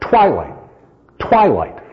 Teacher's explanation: Light becomes unaccented. Light vanishes from the line. Normally, light would get an accent.